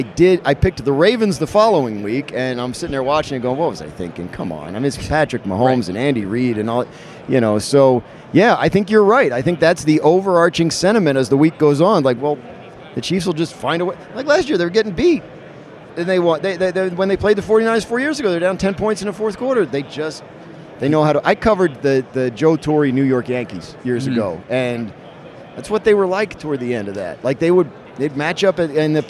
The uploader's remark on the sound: Radio Row Insights. Joins the show LIVE from Radio Row.